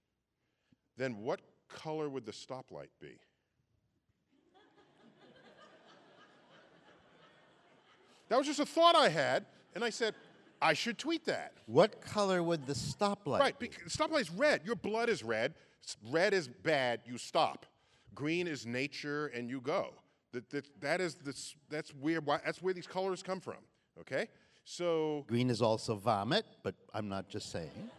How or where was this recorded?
live audience